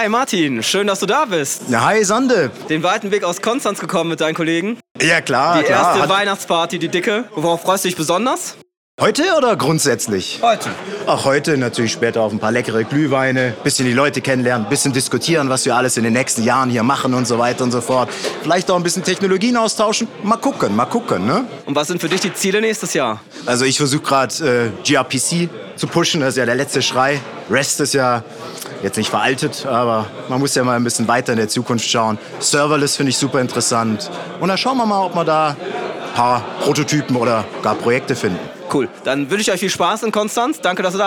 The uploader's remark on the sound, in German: Diese besondere Episode haben wir auf der Weihnachtsfeier 2022 in Stuttgart aufgezeichnet. Wir haben einige Mitarbeiter interviewt.